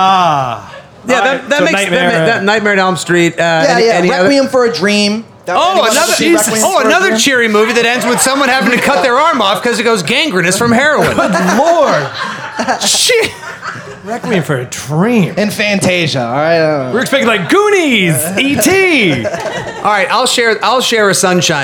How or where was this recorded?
live audience